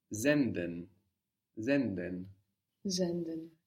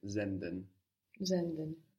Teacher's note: we have the S sounding like a Z